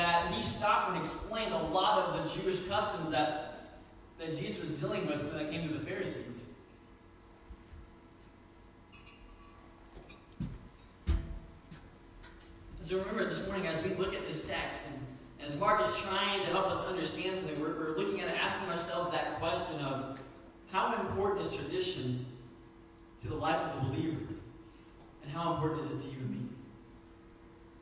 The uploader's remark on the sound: Sermon was preached September 29, 2019 at Meadville Church of the Nazarene